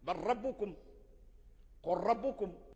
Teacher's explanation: ويدغم اللام مثلا في الراء، بل ربكم، قل ربكم، لأن اللام والراء في قول أنهما يخرجان من مخرج واحد، وفي قول أن الراء واللام مخرجهما قريب ولكن لكل واحد له مخرج.